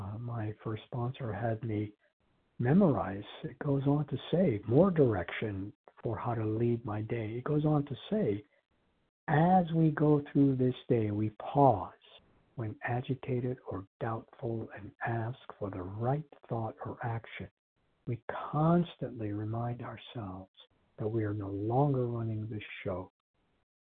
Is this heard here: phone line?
yes